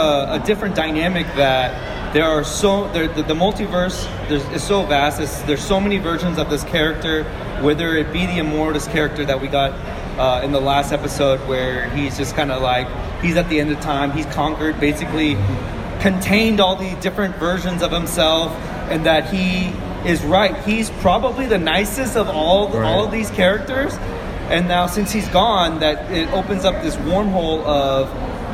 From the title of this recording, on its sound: Live From Comicpalooza